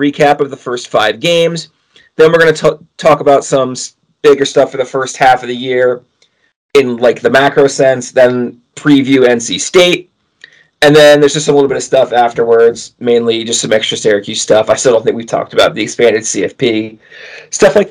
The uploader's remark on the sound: We are aware of the potential audio issues